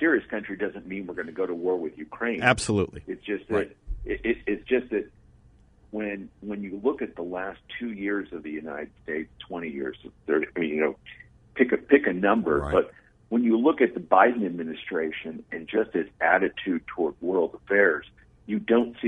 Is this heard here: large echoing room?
no